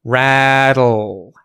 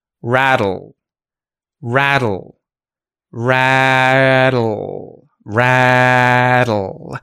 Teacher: T sound that is sort of fusing with the L sound, and it's actually a syllabic L with lateral release, it's called.